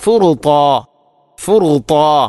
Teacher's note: ത്വാഇൻ്റെ മഖ്റജ് നാവിൻ്റെ അറ്റം, മേലെ മുൻപല്ലിൻ്റെ മുരട്, അതോടൊപ്പം നാവിൻ്റെ മധ്യഭാഗം അണ്ണാക്കിലേക്ക് ചേർന്ന് നിൽക്കുക എന്നുള്ള ആ ഇത്തുബാഖ് എന്ന സിഫത്ത് കൃത്യമായാലേ ത്വാഇൻ്റെ മഖ്റജ് അല്ലെങ്കിൽ ആ ഉച്ചാരണം ശരിയാവുകയുള്ളൂ.